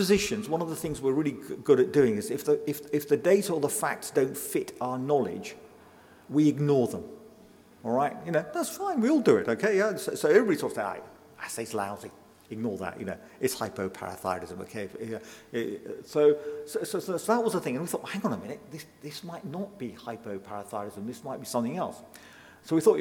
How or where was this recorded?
live audience